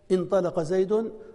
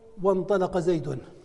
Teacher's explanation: عرفنا أنها تثبت في البدء انطلق زيد، وتحذف في الوصل وانطلق زيد، فهي في الوصل تحذف في الصوت · Term: همزة الوصل